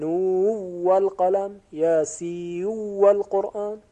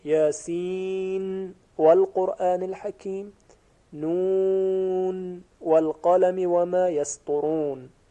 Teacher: ادغام نون ملفوظ در حرف مقطعه یاسین و حرف مقطعه نون در واو هست. یاسین والقرآن، نون والقلم، که در اینجا اختلاف هست که آیا این نون ملفوظی که آخر حروف مقطعه واقع شده است و در تلفظ فقط هست یاسین نون، این نون ساکن طبق قاعده یرملون آیا ادغام می شود در اون واف؟